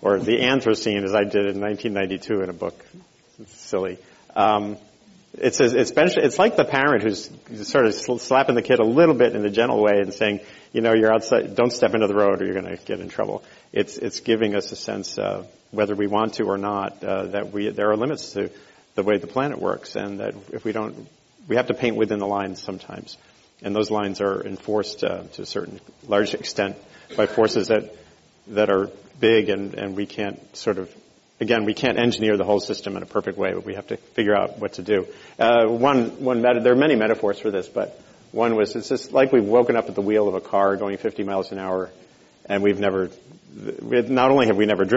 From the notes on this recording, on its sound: This program was recorded in front of a live audience at The Commonwealth Club of California on October 18, 2013